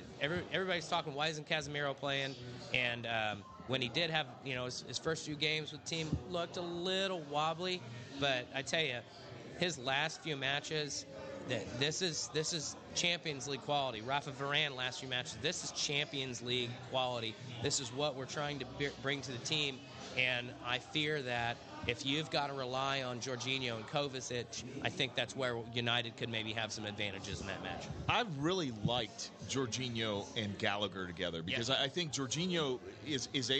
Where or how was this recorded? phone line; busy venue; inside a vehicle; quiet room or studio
busy venue